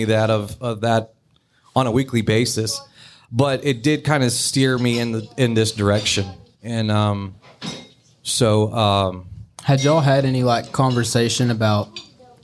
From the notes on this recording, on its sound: LIVE at Bennett's. Their first LIVE on location podcast taping.